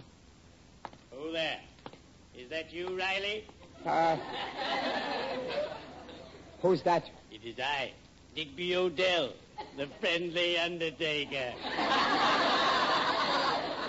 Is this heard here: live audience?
yes